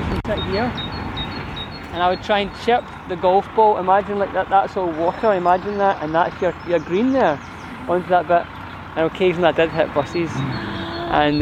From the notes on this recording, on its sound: In 2021 Today Museum Parkhead took to the streets of Glasgow's Eastend to 'walk and talk' with local residents. Our one-to-one sessions allowed us to gather LIFE stories as part of our Creative Communities residency for Glasgow Life.